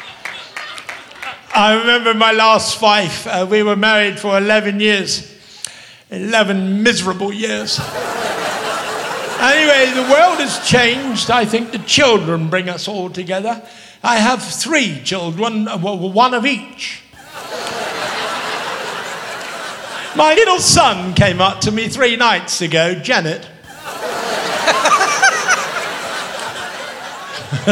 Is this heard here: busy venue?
yes